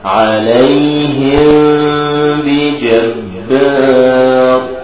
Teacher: ولازم تيجي بالغنة زي نطق الإقلاب بالضبط. أدي أول حكم الإخفاء الشفوي.